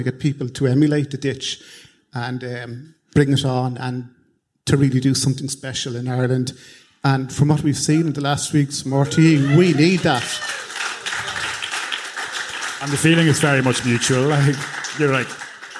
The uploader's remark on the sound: Live at the Sugar Club. Stay tuned 'till the end for a lively Q&A.